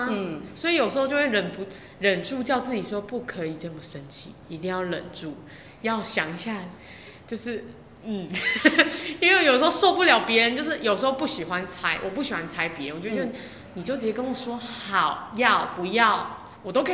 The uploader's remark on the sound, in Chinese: 本集聲音有稍微回音效果，。因為經費有限、場地有限，在高山上的教室錄音，。音場問題請見諒～。